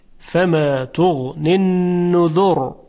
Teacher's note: در کلمه نذر اگر وقف کردیم را ساکن میشه، به ما قبلش نگاه میکنیم ضمه هست، پس تفخیم میشه